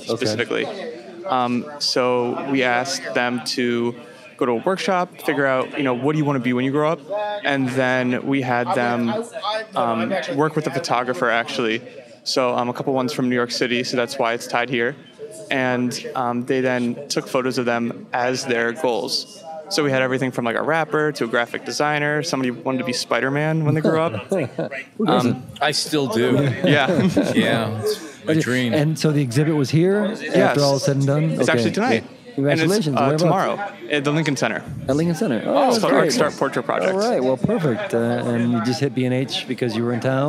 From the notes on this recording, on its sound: Because we were recording as part of the Lumix Day event, several interesting photographers and videographers, each a Lumix ambassador, were speaking at the B&H Event Space.